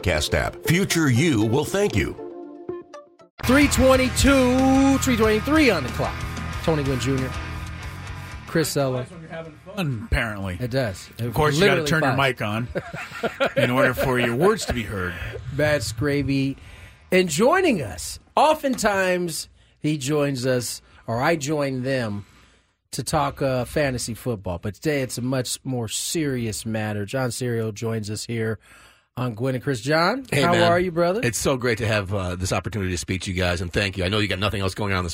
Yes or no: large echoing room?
no